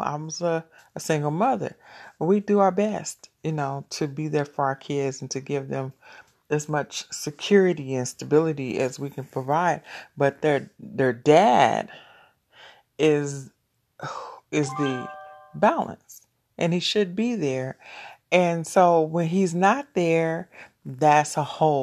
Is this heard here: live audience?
no